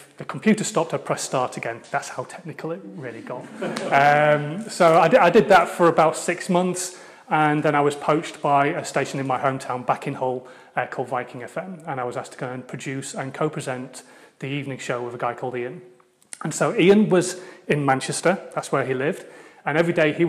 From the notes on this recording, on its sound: Told at a keynote I gave recently at a UK based networking event.